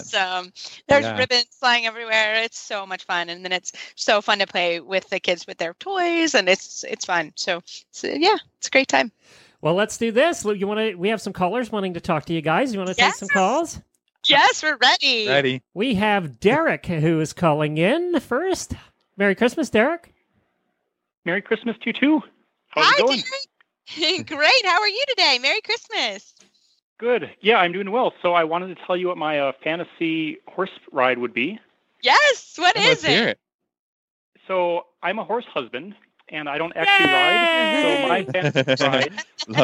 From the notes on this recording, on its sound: Holiday Radiothon. Loads of holiday voicemails and live calls from listeners.